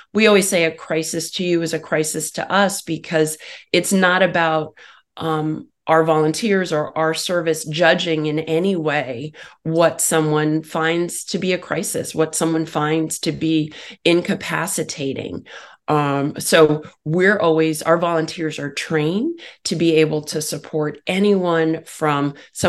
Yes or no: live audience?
no